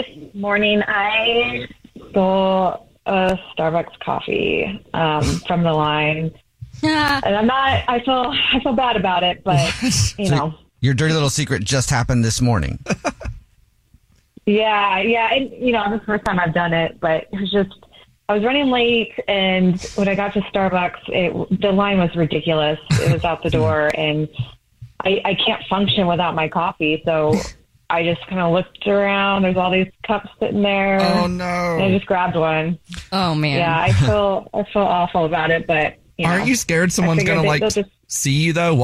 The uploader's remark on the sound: There is a listener on the phone who wants to tell us a Dirty Little Secret of a crime they JUST committed!